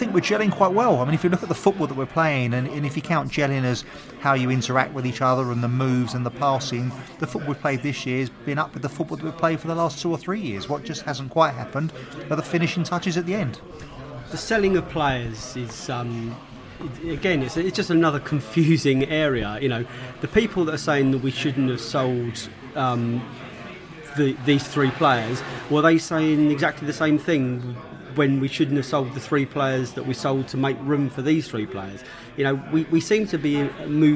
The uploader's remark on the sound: Reading pre-match podcast from the pub